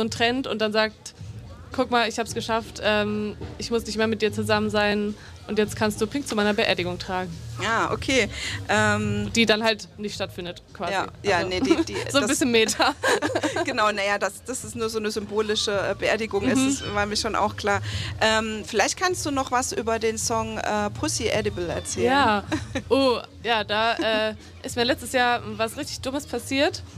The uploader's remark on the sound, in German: Auf der Queer Area des Fokus Festivals in Görlitz. Das Interview wurde live. Bei radio blau ausgestrahlt.